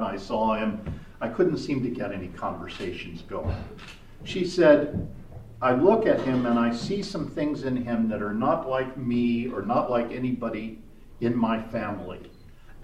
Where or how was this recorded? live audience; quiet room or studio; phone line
live audience